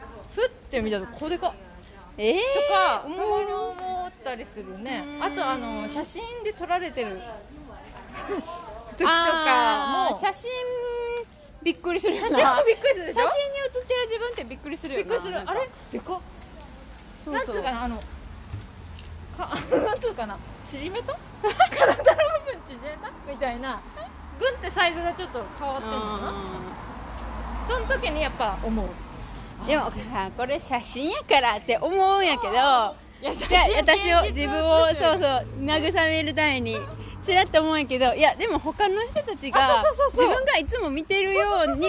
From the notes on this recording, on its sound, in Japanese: 屋外収録途中でなぜかコロナテストしに行く回w。